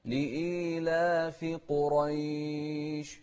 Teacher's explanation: انتبه للقاف المفخمة والراء المفخمة في كلمة قريش. لإيلاف قريش، شوف قريش، إيلافهم، نفس الشيء في الترقيق، إيلافهم، إيلافهم رحلة، شوف رحلة، الراء المكسورة مرققة، رحلة الشتاء والصيف، شوف الصاد مفخمة ونمد الشتاء أربع حركات، رحلة الشتاء والصيف، ونوضح الفاء ونهمس فيها أيضا.